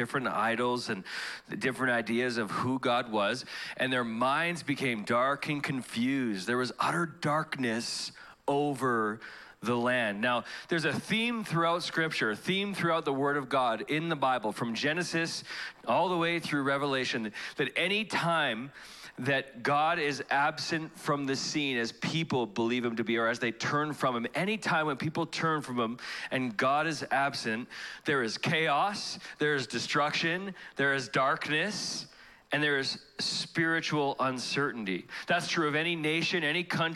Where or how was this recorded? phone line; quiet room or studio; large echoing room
large echoing room